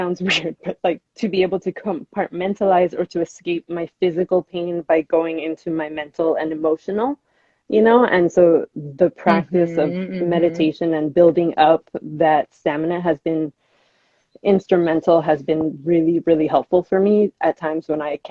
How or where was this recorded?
video call